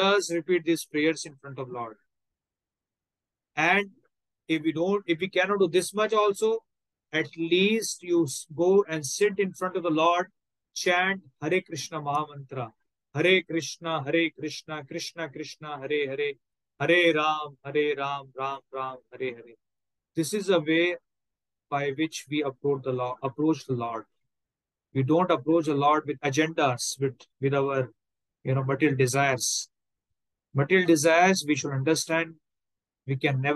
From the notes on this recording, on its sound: Online Zoom Session